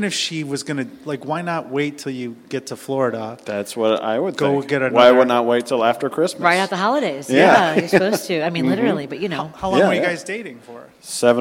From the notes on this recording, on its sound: LIVE from Cubby Bear SINGLES ONLY!